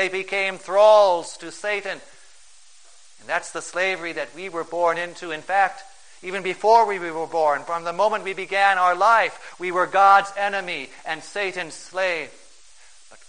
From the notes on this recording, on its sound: For the First Sunday in Lent, at St.